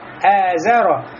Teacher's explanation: хамза у нас является мураппака. Тонким звуком. Значит, не говорим «азаро», а говорим «эзаро». И при этом у нас должно быть напряжение в горле, потому что хамза, его махрадж, место выхода – это «аксальхальк» – дальняя часть горла.